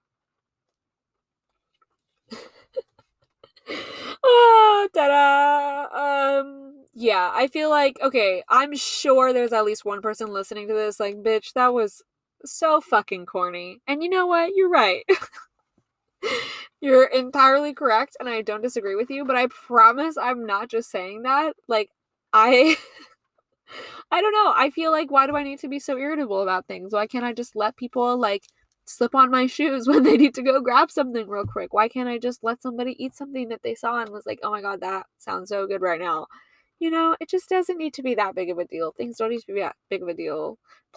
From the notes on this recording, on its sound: I recorded this episode while sitting in my car and watching the rain.